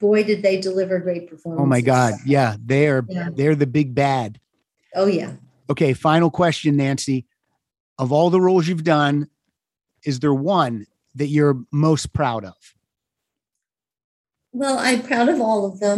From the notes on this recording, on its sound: to the Zoom Room